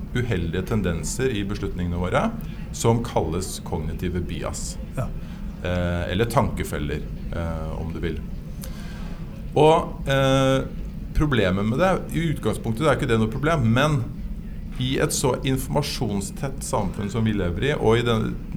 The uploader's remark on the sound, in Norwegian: Live fra iProsess nettverk for toppledere på Grand Hotell